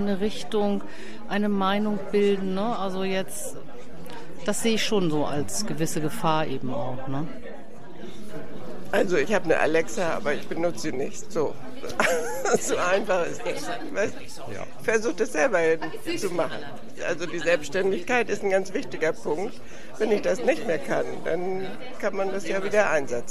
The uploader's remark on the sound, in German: Mitschnitt Paneldiskussion.